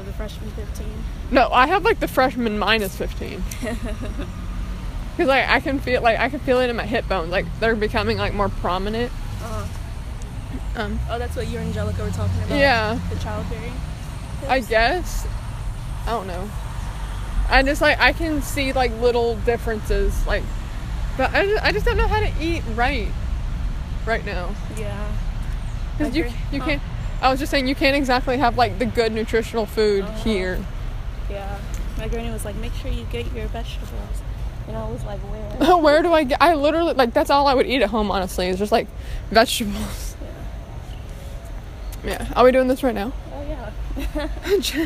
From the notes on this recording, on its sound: walking around the GCSU campus